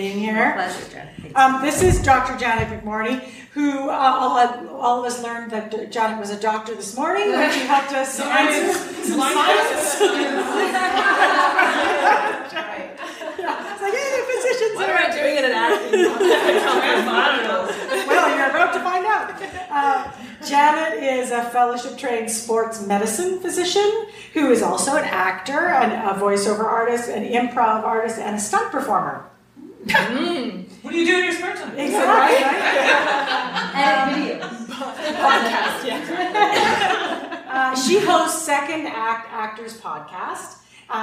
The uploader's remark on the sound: AACE Conference Workshop Live Recording. This is the live recording of my workshop at the AACE (Association of Acting Coaches & Educators) conference!